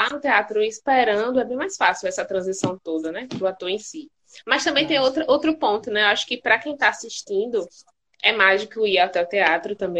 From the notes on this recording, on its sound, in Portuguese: Este episódio surgiu de uma Live no instagram